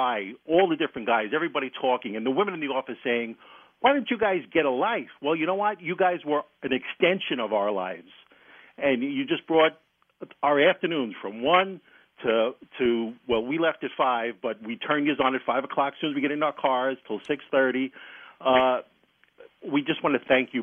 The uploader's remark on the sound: called in to the show.